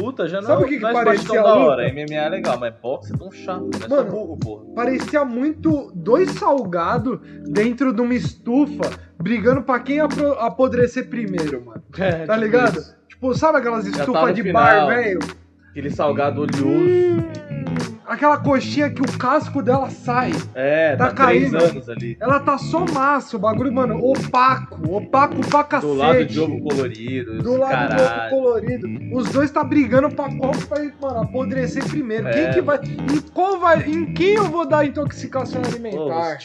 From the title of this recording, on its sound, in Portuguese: O ÁUDIO FICOU UMA MERDA MAS ESCUTA MESMO ASSIM